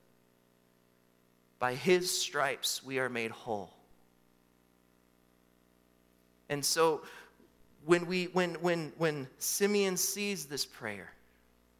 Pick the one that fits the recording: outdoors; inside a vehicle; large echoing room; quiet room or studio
large echoing room